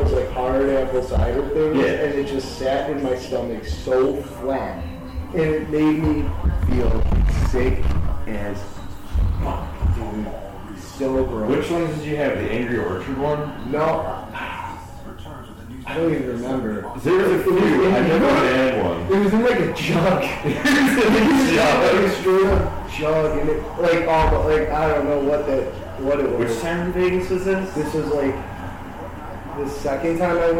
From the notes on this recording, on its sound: We will get better mics i swear.